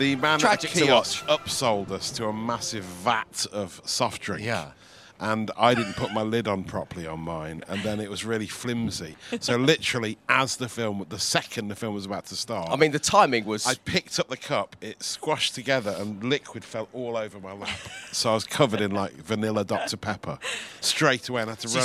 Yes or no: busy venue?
yes